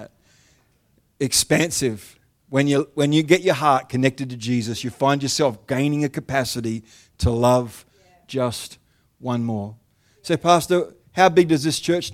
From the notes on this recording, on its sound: The live stream of Destiny Church Atherton.